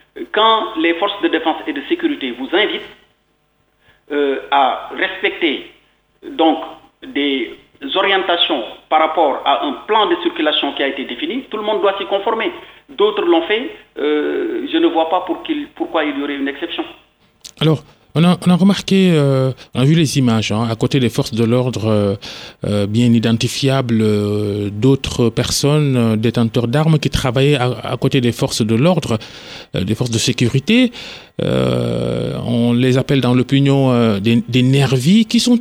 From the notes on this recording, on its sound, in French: a-t-il expliqué au téléphone, joint par la RTS